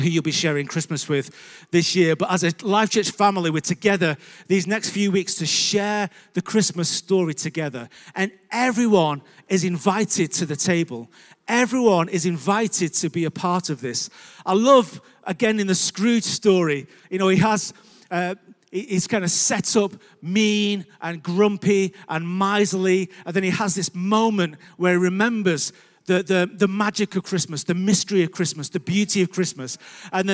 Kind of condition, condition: setting, large echoing room